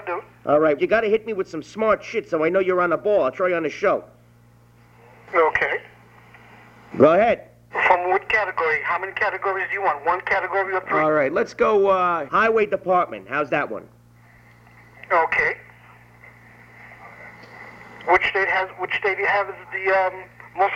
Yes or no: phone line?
yes